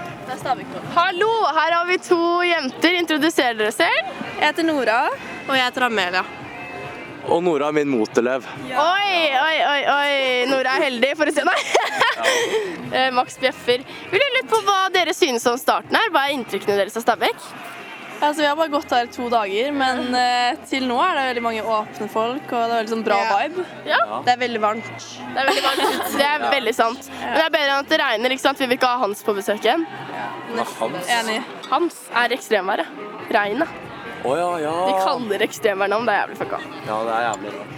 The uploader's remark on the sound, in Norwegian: Live fra skolegården